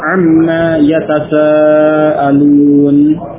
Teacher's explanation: nun sukun idgham pada huruf mim pada ma tersebut, sehingga menjadi amma dan alifnya hilang, ya, maka dibaca pendek amma, seperti yang terdapat dalam surah An-Naba ayat pertama, amma yatasaalun.